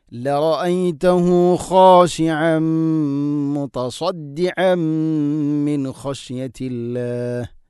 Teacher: മുതസദ്ദിഅമ്മിൻ ഇവിടെയും തൻവീന് ശേഷം മീമാണ്. ഇദ്ഗാം ബിഗുന്ന തൻവീനിനെ മീമിലേക്ക് ഇദ്ഗാം ചെയ്തുകൊണ്ട് കൂട്ടിലയിപ്പിച്ചുകൊണ്ട് ഉച്ചരിക്കണം, മണിച്ചുകൊണ്ട് ഉച്ചരിക്കണം.